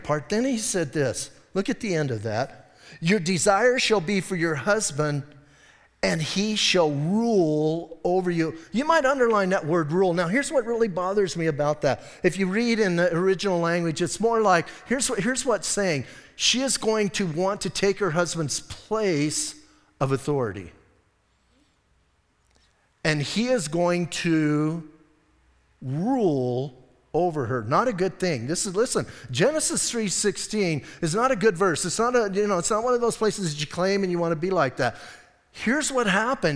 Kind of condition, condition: setting, large echoing room